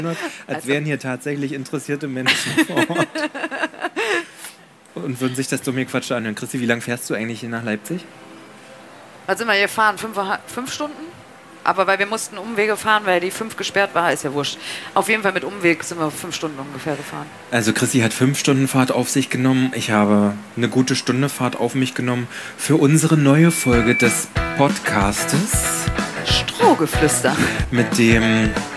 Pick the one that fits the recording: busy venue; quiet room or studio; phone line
busy venue